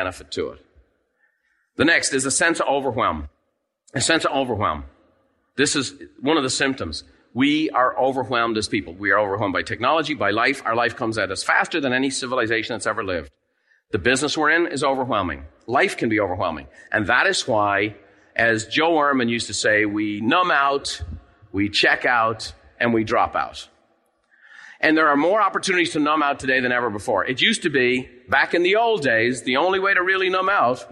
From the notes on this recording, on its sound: In this episode, recorded live at the Buffini & Company MasterMind Summit.